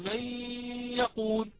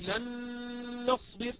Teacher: لاحظوا طولنا الغنة يعني مددناها · Term: غنة مطولة